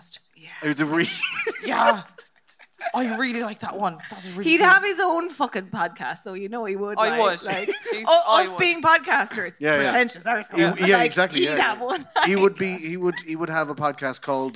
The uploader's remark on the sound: Motherfoclóir Beo was recorded in front of a live audience in the Maynooth Students' Union Venue as part of Seachtain na Gaeilge 2019.